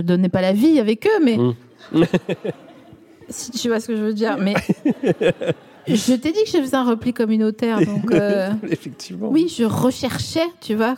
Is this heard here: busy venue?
yes